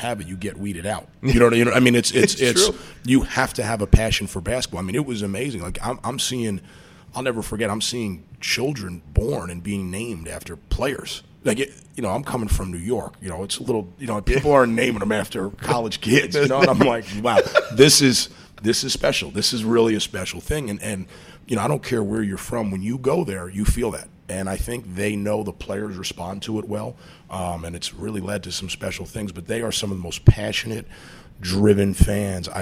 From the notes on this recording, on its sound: Broadcasting live from Jack Demsey's bar